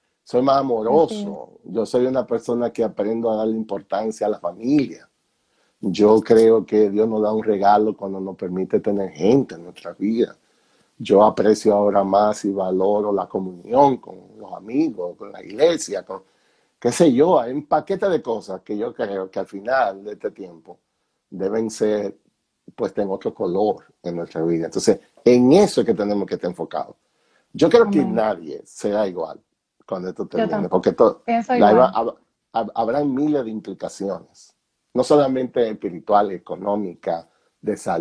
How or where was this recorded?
video call